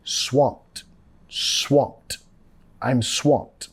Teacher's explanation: Nota acá la ED, vamos a pronunciar como una T